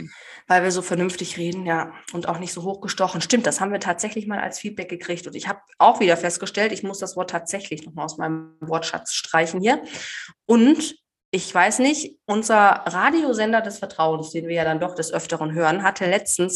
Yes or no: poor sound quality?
no